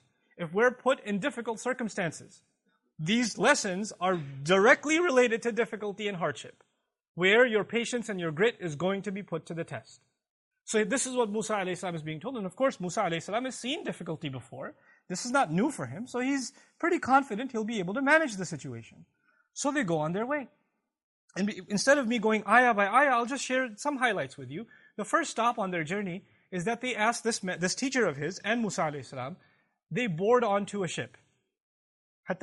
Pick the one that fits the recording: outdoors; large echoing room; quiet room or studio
large echoing room